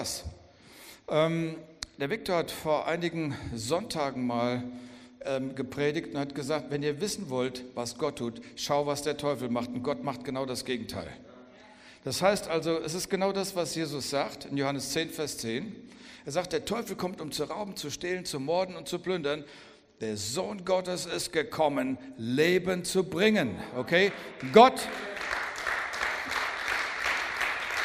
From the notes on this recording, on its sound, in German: Hör dir hier die Predigt vom Vision Sunday 2021. Aus unserem Gottesdienst am 14.